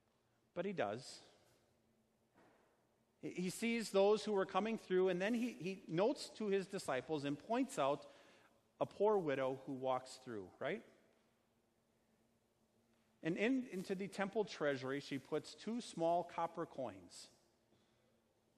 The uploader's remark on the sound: Sermon preached on Sunday, August 25, 2019, at Our Savior Lutheran Church in Birmingham, AL.